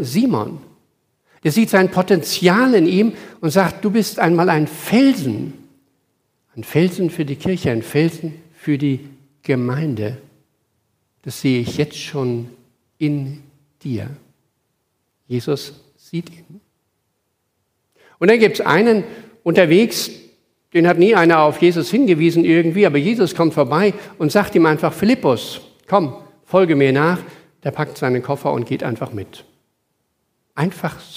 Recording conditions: large echoing room